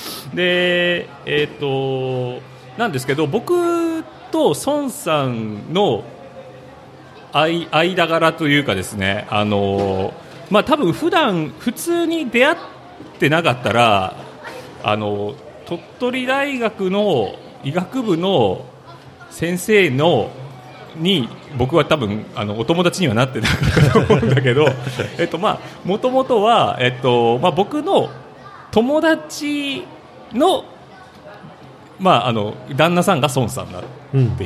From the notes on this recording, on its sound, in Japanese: 楽しく公開収録。鳥取県倉吉市発。